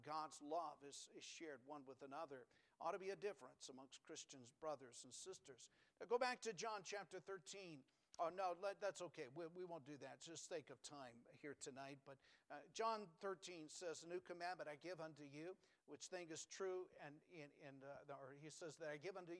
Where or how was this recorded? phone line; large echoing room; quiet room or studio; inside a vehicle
large echoing room